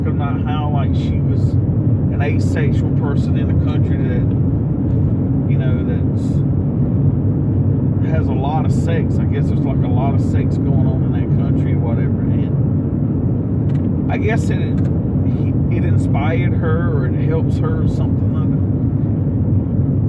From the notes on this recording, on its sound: Sorry about the back ground noise